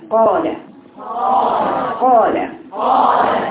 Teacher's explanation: كلمة قال، اتثبت القاف والمد واللام المفروض فيهم جهر · Term: الجهر